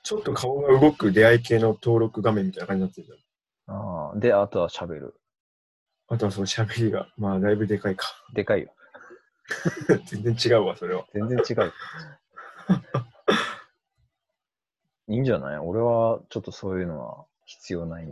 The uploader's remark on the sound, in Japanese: リモート録音なので音質はそこまでよくありません。